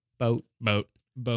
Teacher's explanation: Like the T almost disappears. It does disappear. · Term: soft T